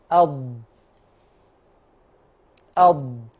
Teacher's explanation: تخرج من احدى حافتي اللسان مع ما يحاذيها من الاضراس العليا · Term: مخرج الضاد